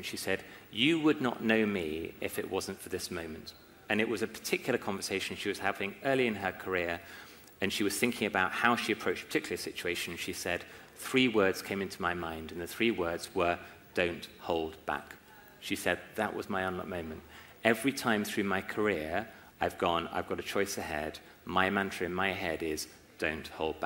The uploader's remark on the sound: LIVE at Climb23 Investor Summit. In this special episode, I’m bringing you a live recording of The Unlock Moment. In May 2023 I presented The Unlock Moment on stage at the Climb23 Innovation conference in Leeds here in the UK.